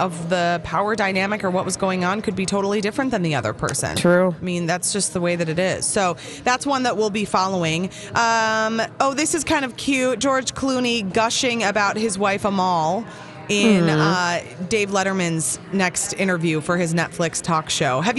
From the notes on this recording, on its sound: Live from The AC Hotel!